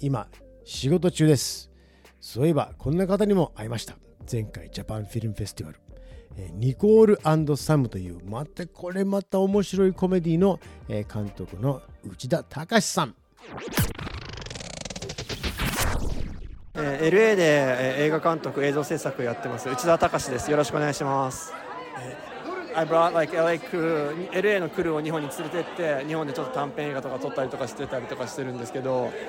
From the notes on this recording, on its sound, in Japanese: 今回は映画産業の中心地、ハリウッドから、有名スポットを現地レポート！Japan Film Festival Los Angelesの会場から。航空管制の交信音も？！